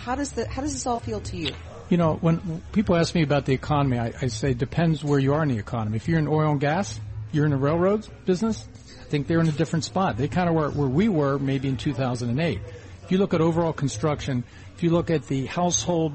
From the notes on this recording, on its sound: Broadcasting Live from the Bloomberg Breakaway Summit in NYC.